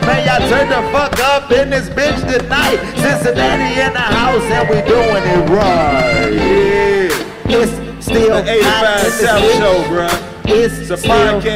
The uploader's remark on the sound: Recorded live at the Taft Theater. They said Cincinnati would be nasty!